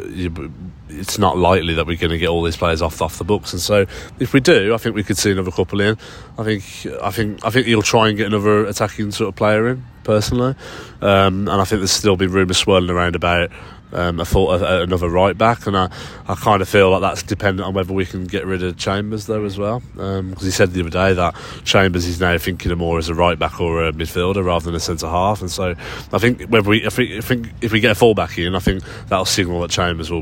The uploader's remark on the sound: Live from Central Park, New York